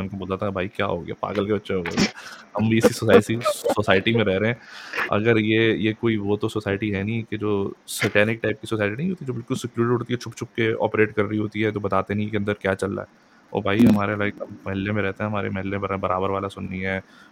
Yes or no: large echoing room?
no